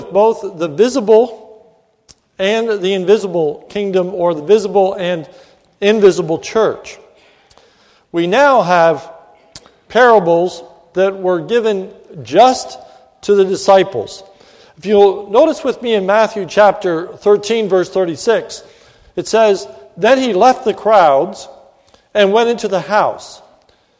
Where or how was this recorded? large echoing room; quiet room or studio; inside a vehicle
large echoing room